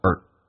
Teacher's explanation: although our 不被强调，可以弱化成一个儿化音叫做 er